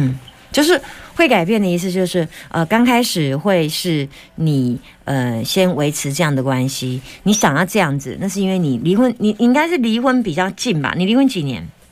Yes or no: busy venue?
no